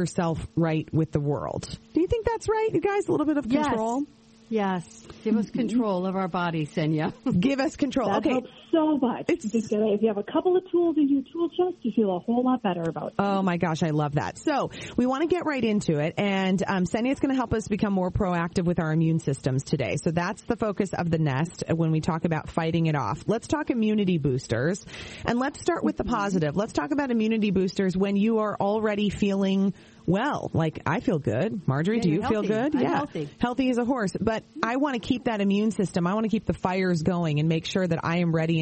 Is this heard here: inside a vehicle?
no